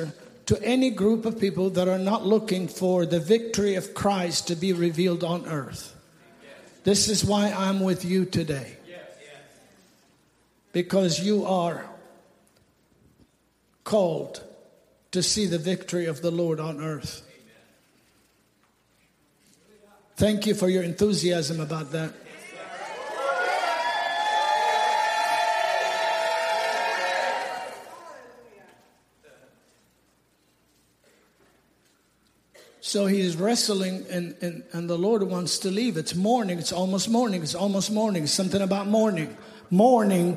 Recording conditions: live audience